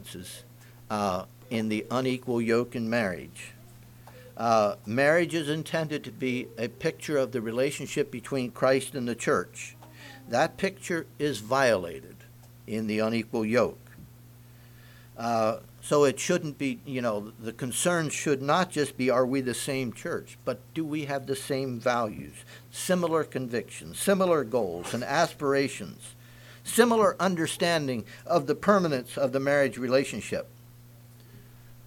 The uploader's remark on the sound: Message preached at Word Of Hope